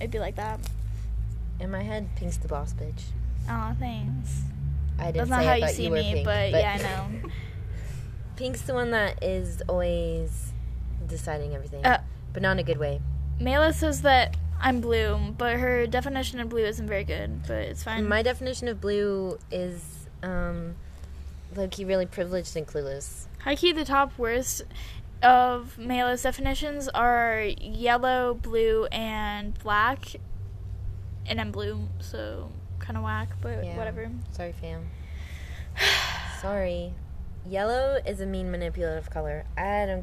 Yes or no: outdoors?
yes